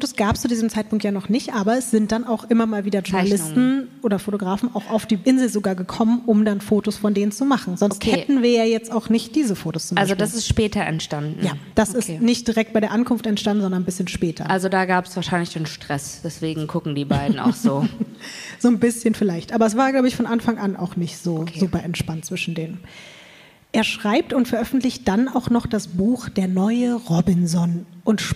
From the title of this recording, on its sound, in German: LIVE in München